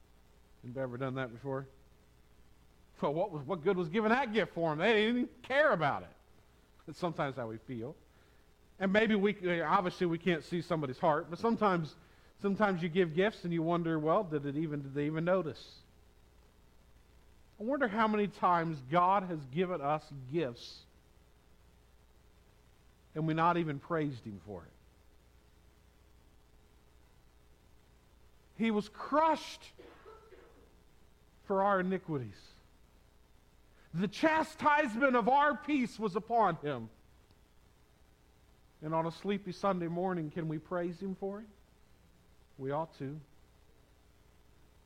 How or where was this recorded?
large echoing room